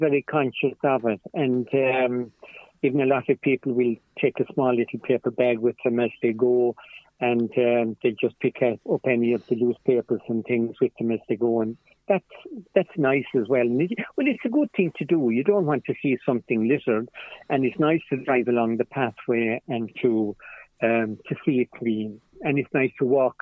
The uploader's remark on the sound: joined on the phone by Ogonnelloe correspondent